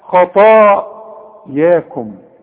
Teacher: الخاء فخم، الطاء فخمها، الياء رققها